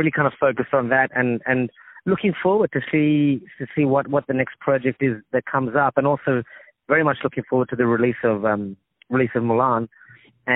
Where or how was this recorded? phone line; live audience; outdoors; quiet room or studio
phone line